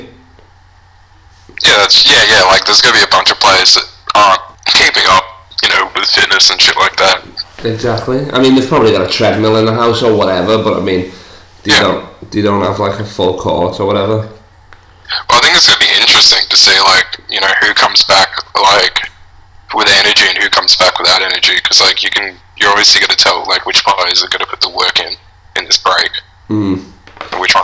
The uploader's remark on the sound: This weeks call in guest comes live from his garage in Sydney